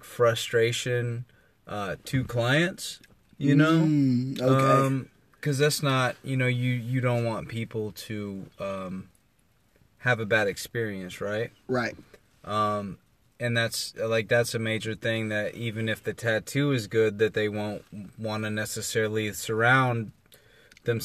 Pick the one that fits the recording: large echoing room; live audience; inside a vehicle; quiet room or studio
inside a vehicle